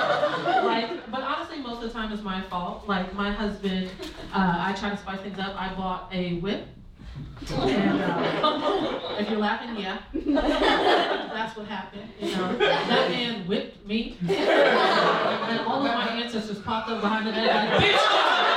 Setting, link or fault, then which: setting, live audience